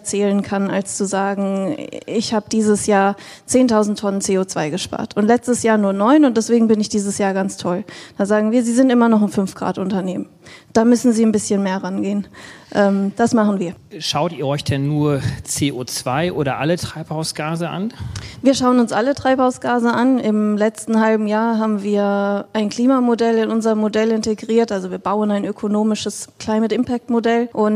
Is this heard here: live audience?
yes